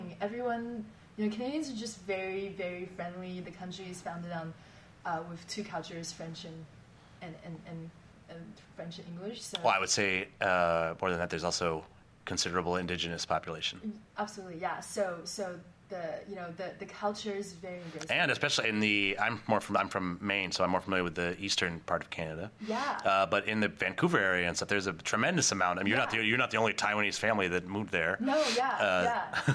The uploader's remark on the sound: set up a recording booth in the lobby at this year's Nexus Global Summit 2018